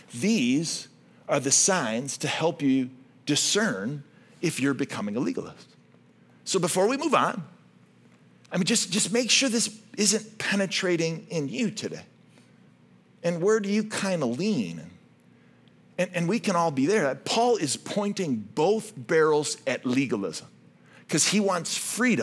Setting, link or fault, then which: setting, large echoing room